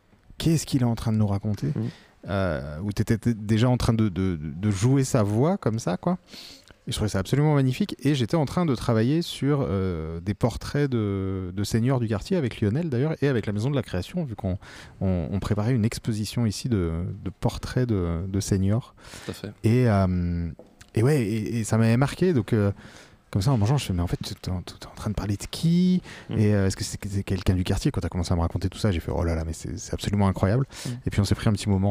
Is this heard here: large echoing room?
no